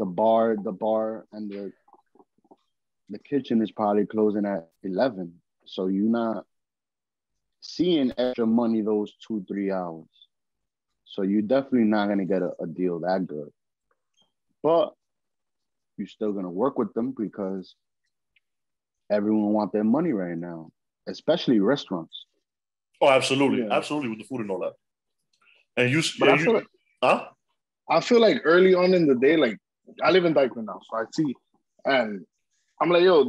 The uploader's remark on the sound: With the zoom vibes this week. We apologize we are working on a permanent spot at the studio.